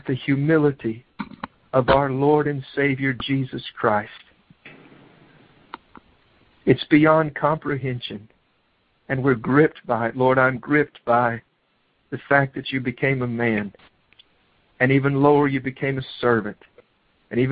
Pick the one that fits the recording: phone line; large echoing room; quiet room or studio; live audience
phone line